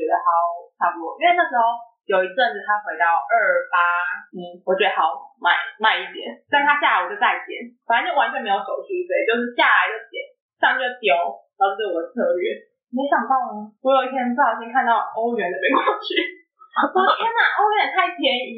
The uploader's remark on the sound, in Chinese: 我豬腦導致收音不太好。已經努力修復了。